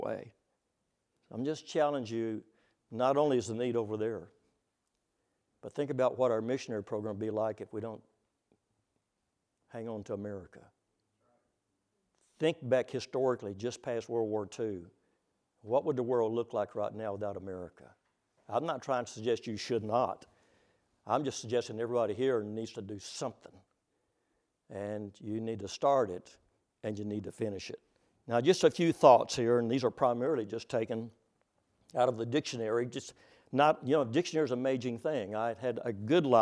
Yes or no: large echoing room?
yes